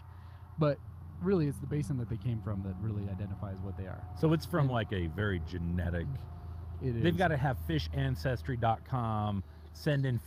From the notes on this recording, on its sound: Outside a van down by the Weber River